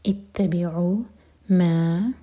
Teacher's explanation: تا شدہ پر زور دیں گے اور عین حلق سے